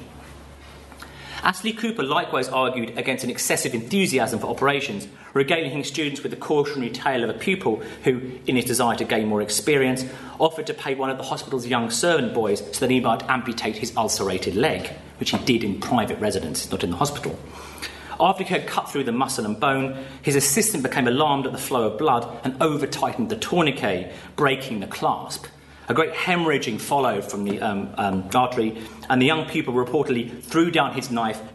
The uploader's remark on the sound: Paper given at the symposium